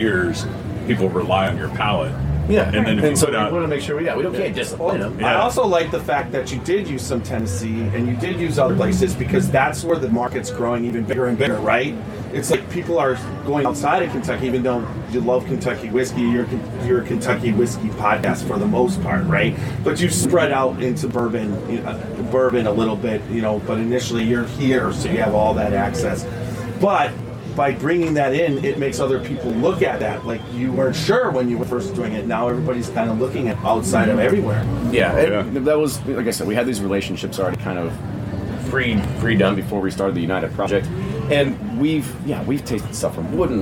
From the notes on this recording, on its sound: at Kentucky Bourbon Festival